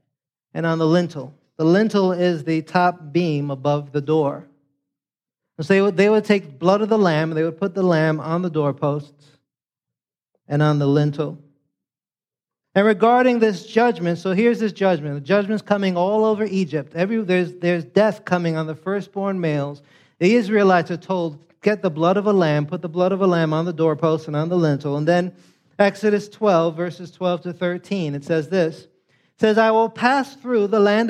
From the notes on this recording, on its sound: preached this sermon on Sunday, October 22nd, 2023, at Catalyst Church San Diego